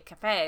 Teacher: Emphasis on fe, cafe.